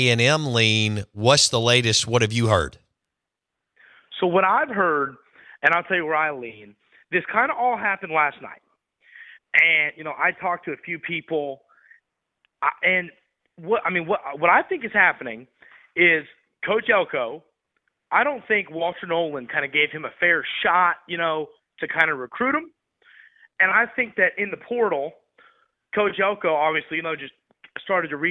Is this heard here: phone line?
yes